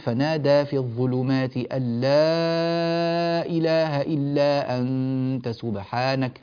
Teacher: فإذا قرأ القارئ يقول فنادى في الظلمات أن لا إله إلا أنت سبحانك، لاحظوا ماذا فعلنا، لا هذه أربع حركات، لا إله إلا أنت، إلا هذه حركة فقط لأنها مد منفصل عادي. فمد التعظيم إذن هو أن تمد كلمة لا إله، لا إله إلا، تمدها أربع حركات في حال قصرك لبقية مواضع المنفصل، فموضعه فقط لمن يقصر المنفصل.